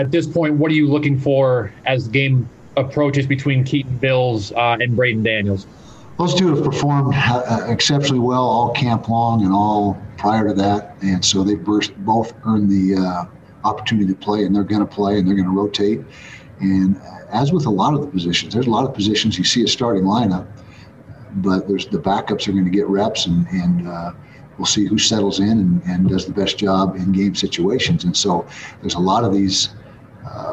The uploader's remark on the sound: addressed the media Monday morning during his first weekly press conference